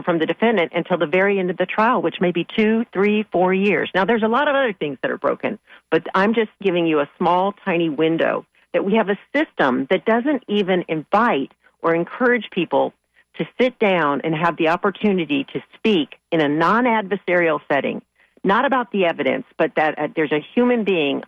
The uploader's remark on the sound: unique magazine format call-in show